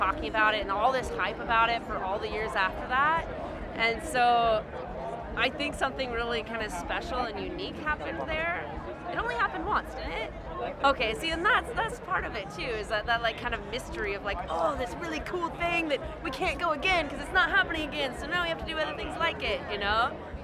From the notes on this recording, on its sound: Talking with Festival Lovers at Cali Roots. Woodstock Nation headed to the 10th Anniversary of Cali Roots - a 3 day Reggae music festival the Monterey County Fairgrounds.